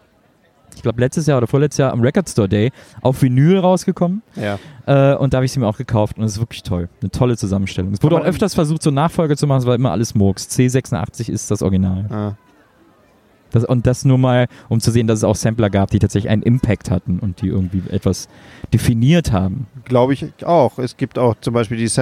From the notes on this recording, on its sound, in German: Podcast Live on Tape vom wundervollen At the B-Sites Festival aus Köln.